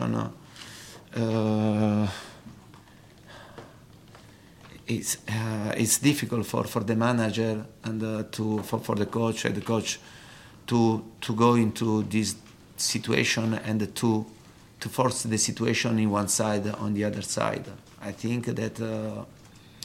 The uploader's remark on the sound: PRESS CONFERENCE.